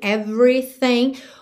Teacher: do V, você já vai pro R